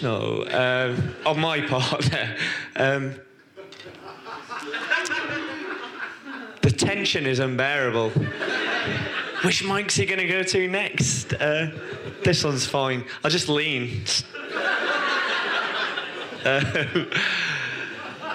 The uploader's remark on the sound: All performances were originally recorded at our shows at The Leicester Square Theatre, The Hackney Attic and The Dogstar in Brixton throughout 2012 and 2013.